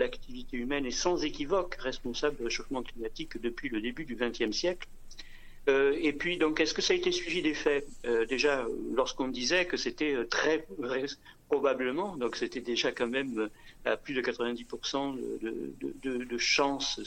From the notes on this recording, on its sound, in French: Interview par téléphone